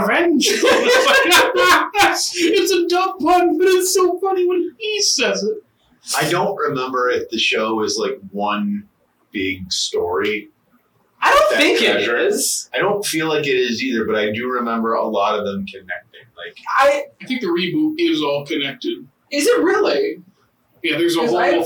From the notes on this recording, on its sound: OUR AUDIO WAS CORRUPTED!